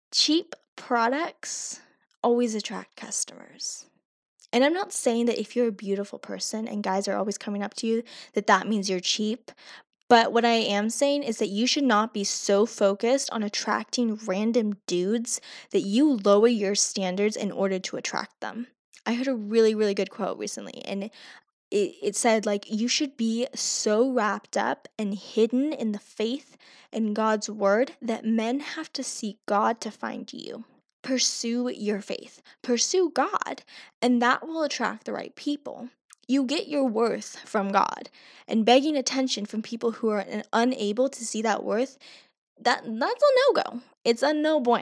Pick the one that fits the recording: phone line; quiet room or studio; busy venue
quiet room or studio